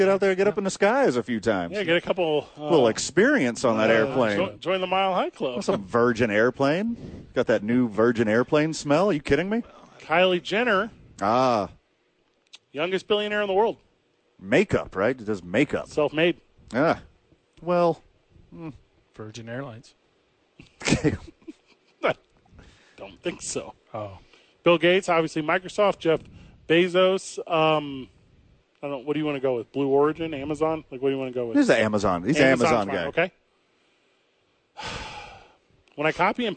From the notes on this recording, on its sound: live from The Albuquerque Duke Store